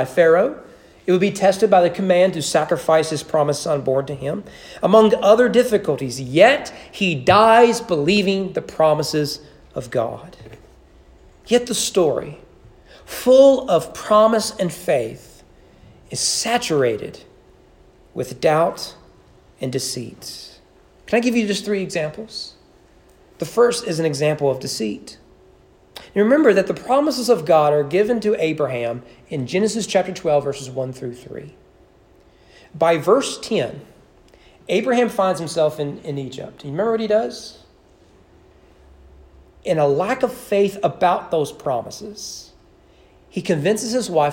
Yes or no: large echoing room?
yes